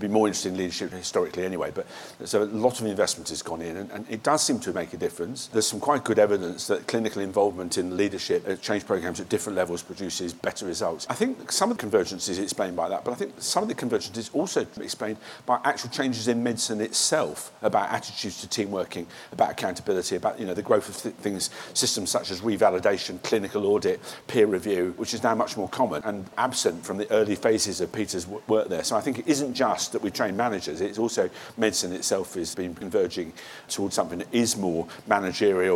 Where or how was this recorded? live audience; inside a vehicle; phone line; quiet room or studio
live audience